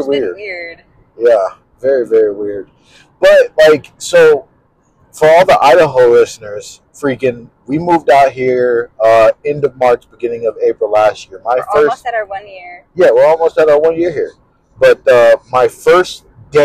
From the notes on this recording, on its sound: On tHe RoAD. Sorry about the audio guys it was our first try.